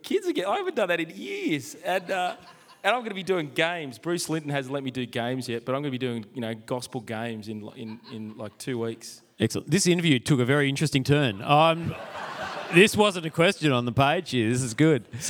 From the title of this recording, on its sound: Live from Multiply and Reach Australia